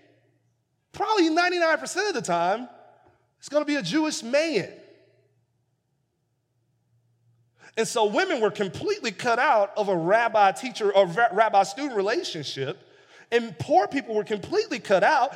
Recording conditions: large echoing room